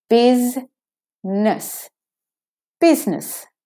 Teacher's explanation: So it's not busy-ness. It's biz-ness, straight from the Z to the N. The S is saying Z.